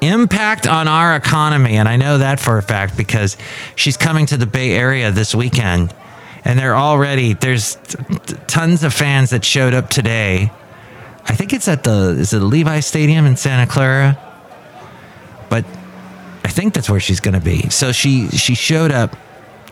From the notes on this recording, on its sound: podcasts live from Café Anyway